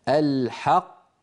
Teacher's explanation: القاف كما نرى في اللوحة تخرج من أقصى اللسان مع ما يحاذيها من الحنك اللحمي